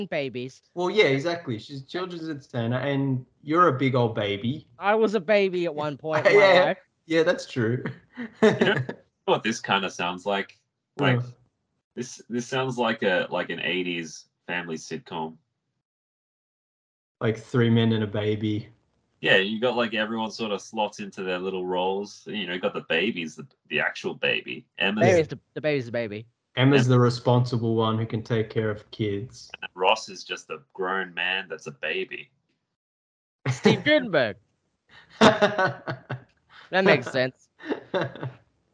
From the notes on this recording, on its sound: Do a Skype call.